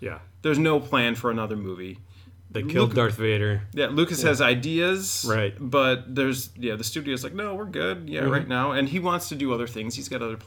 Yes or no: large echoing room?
no